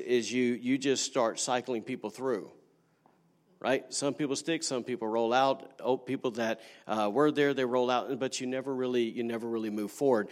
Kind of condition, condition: setting, large echoing room